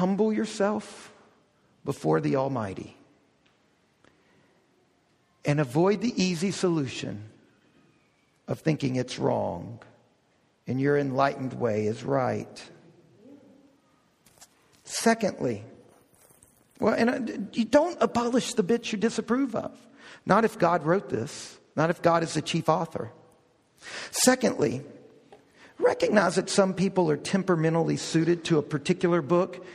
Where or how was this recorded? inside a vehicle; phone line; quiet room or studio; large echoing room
large echoing room